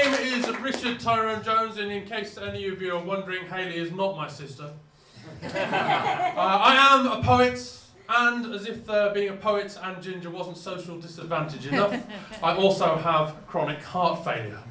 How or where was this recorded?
live audience